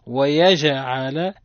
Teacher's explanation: الجيم مقلقلة لأنها ساكنة سكونا أصليا · Term: القلقلة